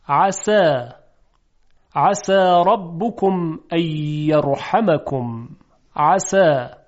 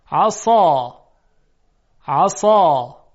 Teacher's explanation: صدای سین ظریفه، صدای صاد صدای درشت و مفخم هست